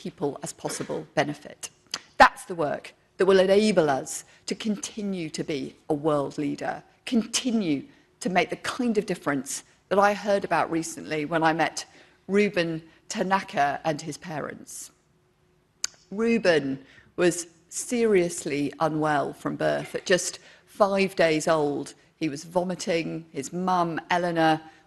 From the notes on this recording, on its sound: Speech to NHS Confed Expo conference, 14 June 2023.